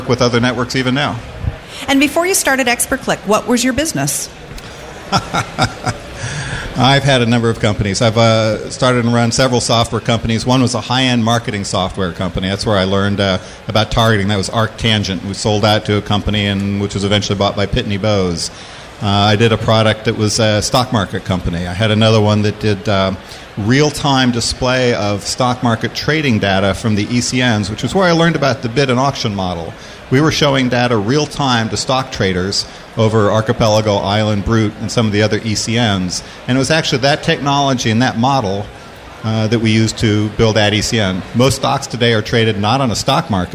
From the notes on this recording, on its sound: LIVE from the Webmasterradio booth during ad:tech San Francisco